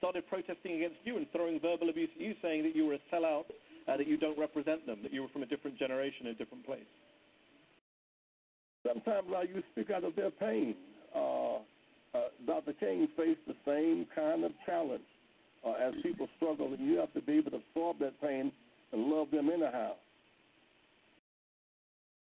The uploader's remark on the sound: as well as your phone calls